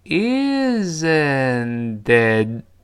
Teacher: isn'tit，isn't it？注意，在这儿是降调，不要读 isn'tit，不是这样的 isn't，后面再加这个 it，中间不要读 isn't，中间这个 isn't，这个 s 要发 z 这个声音，这是肯定的。然后后面再加 it 之后呢，isn't it 连到一块儿，但是中间这个 isn't it 这个中间这个 t 又浊化成了的，最后那个 t 失去爆破了。我们读一下这个。Isn'tit？注意，isn'tit？最后那个 t 憋住气，失去爆破。